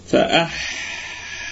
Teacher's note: أمواتا فأحياكم، فأحياكم الكلمة كلها مرققة والهمزة محققة بدءا وأصلا، والحاء فيها الهمس وفيها الرخاوة، فيها الهمس وفيها الرخاوة، فأح هذا هو الهمس مع الرخاوة، فأحيا، فأحيا.